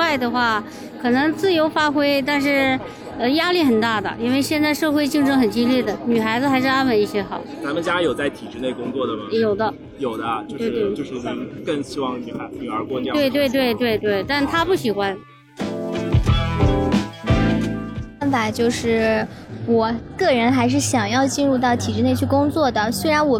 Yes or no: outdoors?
yes